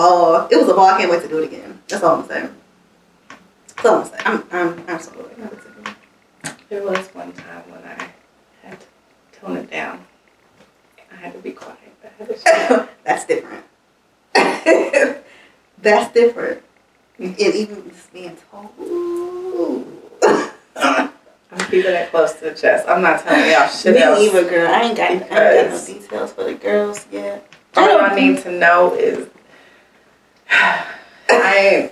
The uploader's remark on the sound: one of these days, the mic will do as it's told.